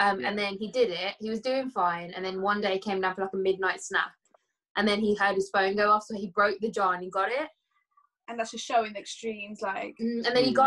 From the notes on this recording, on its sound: We’re back to the zoom calls